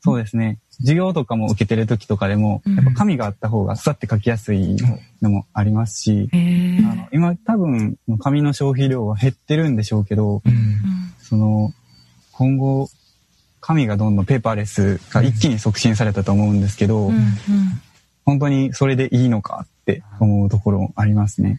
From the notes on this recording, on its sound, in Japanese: この番組は、20年7月2日にオンラインにて収録した音源を放送しています。